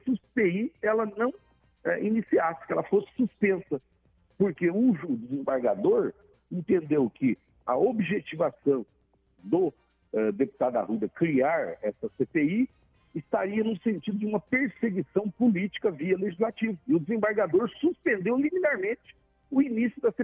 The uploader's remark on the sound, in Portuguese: Por telefone o deputado comentou